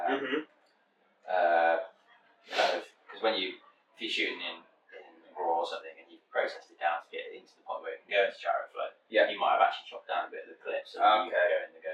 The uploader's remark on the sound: Less than ideal audio. Sit down with a few beers.